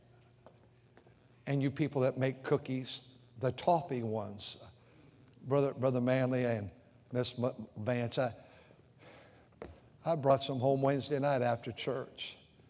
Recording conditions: large echoing room